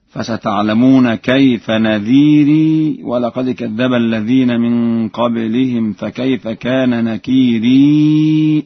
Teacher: وفي قوله تعالى: فستعلمون كيف نذير، وقوله: فكيف كان نكير، لورش في لفظ نذير ونكير إثبات الياء، وذلك في حالة الوصل فقط، فيقرأ هكذا: فستعلمون كيف نذيري، ولقد كذب الذين من قبلهم فكيف كان نكيري أولم يروا.